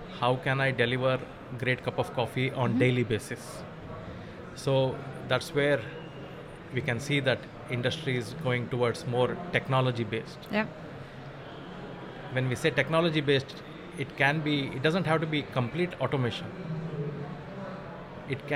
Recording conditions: busy venue